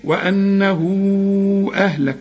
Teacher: وانه هو مد بدون الهمزة بعدها، انما هنا بعد المد همزة، من اجل الهمز هنمد اربع حركات